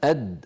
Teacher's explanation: لاحظوا بأن اللسان عندما يصل إلى مخرج الدال يصطدم طرفه بمخرج الدال أد عند تلك الدائرة الزرقاء التي تظهر، فينحبس الصوت خلفها ويؤدي تصادم طرف اللسان مع ما يحاذيه من الحنك الأعلى إلى صوت الدال أد.